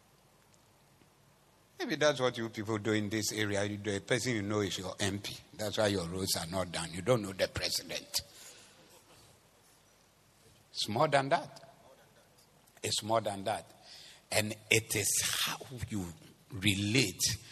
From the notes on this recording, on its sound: This was preached at the Doxa Service 07052023